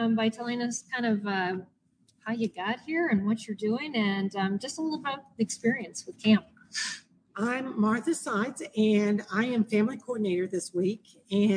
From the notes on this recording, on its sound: LIVE from SPED Homeschool Family Retreat. LIVE from our first family retreat being held in partnership with the Joni and Friends ministry and MACHE (Minnesota Association of Christian Home Educators).